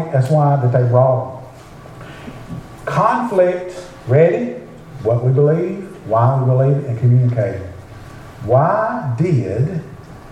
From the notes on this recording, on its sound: preach at Beaver Baptist Church in Brighton